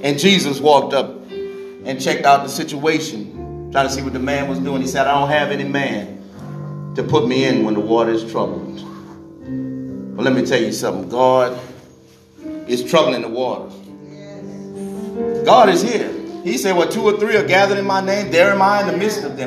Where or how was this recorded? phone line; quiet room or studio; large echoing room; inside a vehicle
large echoing room